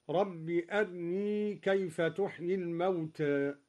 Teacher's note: قرأ الدوري باختلاس الراء مرققة هكذا رب أرني كيف تحيي الموتى.